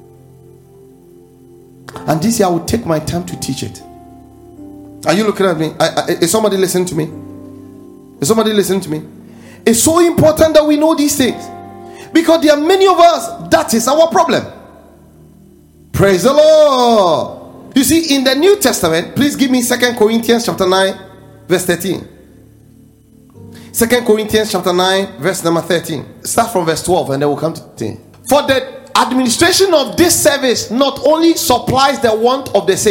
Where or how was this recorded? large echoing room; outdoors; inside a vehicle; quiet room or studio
large echoing room